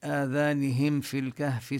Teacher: الفاء مخرجها من بطن الشفة السفلى وطرف الثنايا العليا. الميم من الشفتين.